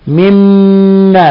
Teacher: حرف غنة مشدد يغن مقدار حركتين